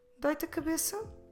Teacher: raise our voice, question intonation, when we speak. So it could be a statement, doit a cabeça, or a question, doit a cabeça?